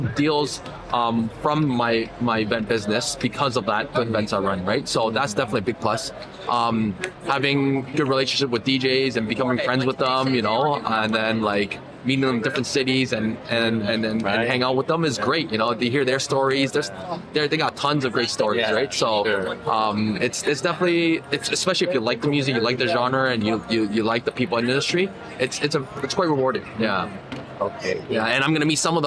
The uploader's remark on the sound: Interviews at Veecon 2023.